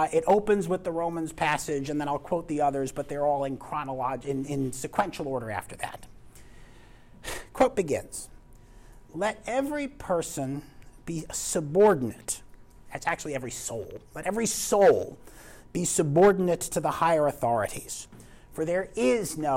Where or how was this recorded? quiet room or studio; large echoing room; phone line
large echoing room